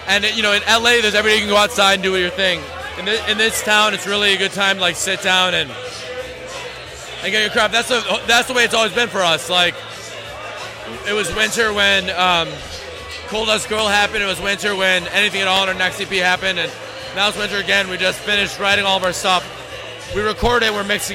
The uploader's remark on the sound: Recorded onsite at Debonair Social Club on Valentine's Day night, the night's talent checks in on the broadcast.